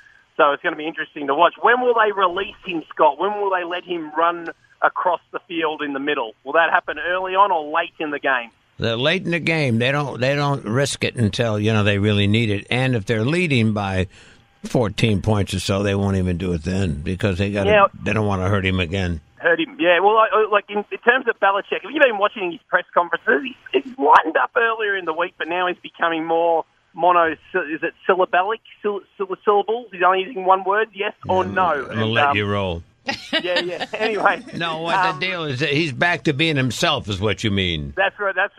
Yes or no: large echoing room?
no